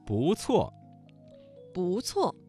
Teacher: 这个词当中的不字在四声之前变成了二声。